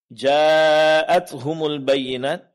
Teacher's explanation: Ini dipanjangkan 4 harakat yang dikenal dalam istilah tajwid yaitu mad wajib muttasil.